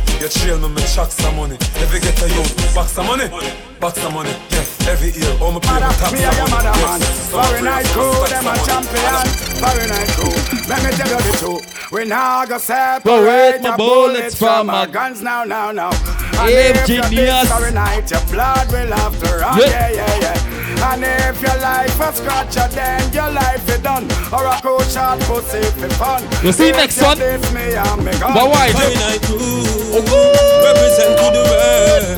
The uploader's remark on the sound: Live At Happy Hour in Brooklyn